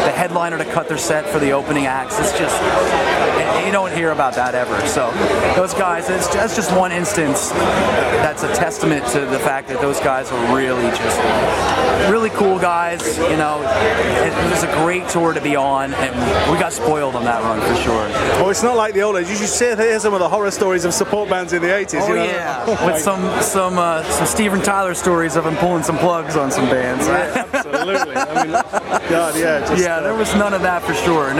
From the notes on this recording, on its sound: An interview recorded at Download 2015